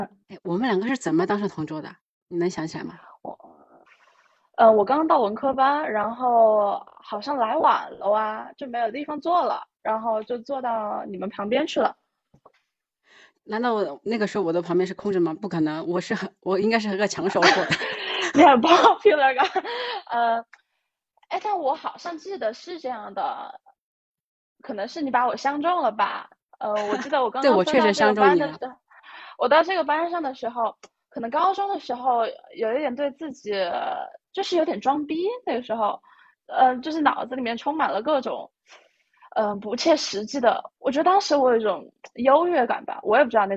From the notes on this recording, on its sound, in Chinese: 第一次用喜马拉雅在线录制功能，效果不是很好，勉强能听。